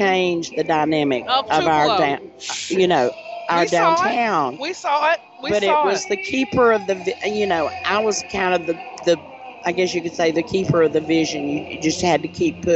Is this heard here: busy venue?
yes